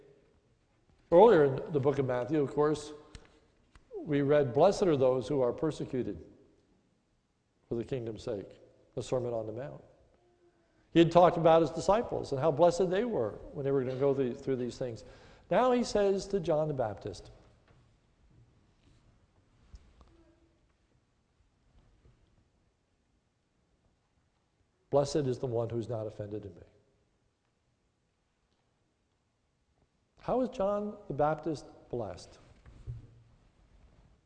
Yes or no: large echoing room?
yes